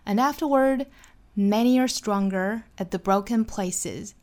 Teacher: Afterward 这个词我们一般不做重读，因为后面还有话，所以一般用声调或者是用一个平调来引出后面的话。